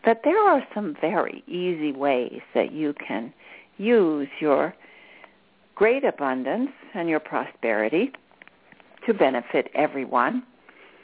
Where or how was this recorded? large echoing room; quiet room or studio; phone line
phone line